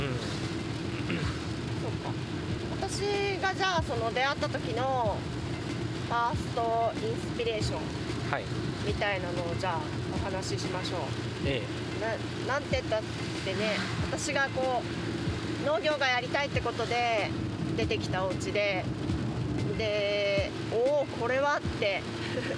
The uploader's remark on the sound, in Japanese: なぜか雨天の車移動中に収録しました。